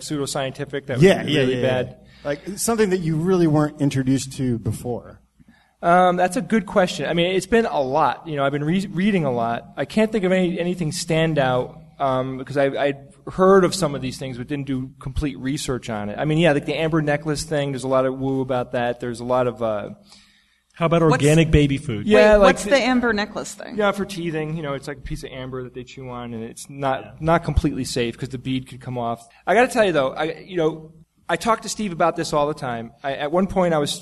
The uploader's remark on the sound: Live from NECSS 2014. Live Q&A.